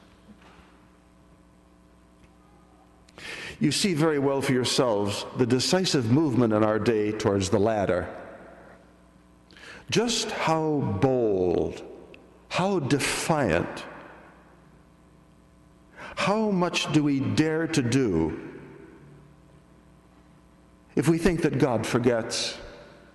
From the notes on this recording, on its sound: This audio is made by a lay person at Assumption Grotto Church with permission of the pastor.